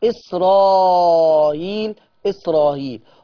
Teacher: كلمة إسرائيل لما تجينا في القرآن، كلمة إسرائيل لما تيجي في القرآن يقرأ بتسهيل الهمزة، فيترتب على هذا التسهيل ان كان في قبلها مد متصل، فيترتب على تسهيل الهمزه انه ينفع يمد اربع حركات في المتصل وينفع يقراه حركتين بس